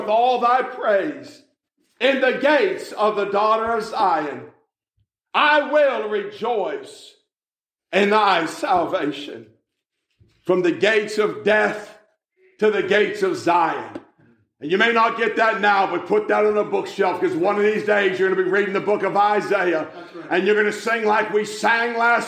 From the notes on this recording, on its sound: A message that was preached at the Manassa Community Baptist Church in Blain, PA in November 2022.